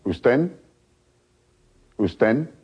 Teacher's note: The D of usted is not pronounced, so that the E that is now at the end of the word usted and the following E of en become one.